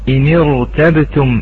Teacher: بما أن هناك كسرة قبل الراء الساكنة، ولكن هذه الكسرة منفصلة عن الراء، فاختل شرط الترقيق في الراء الساكنة بالاتصال فانفصلت، فهي إذن مفخمة على الأصل، مفخمة على الأصل.